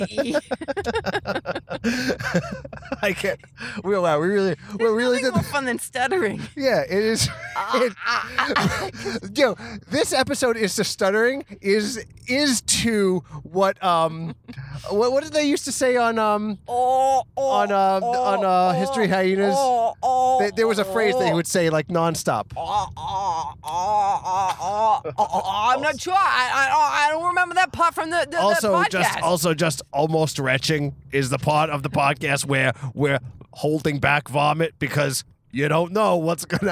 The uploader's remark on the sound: I went up to New England. Since she didn’t want to sit down and do a podcast indoors, we did one while driving around in cars.